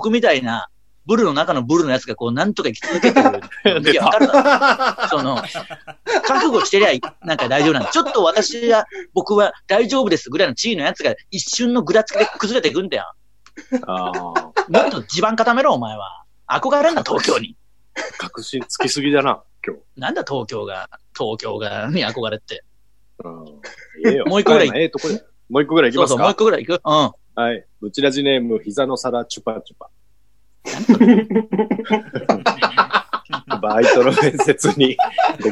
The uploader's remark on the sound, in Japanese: 今夜も2度目のリモート配信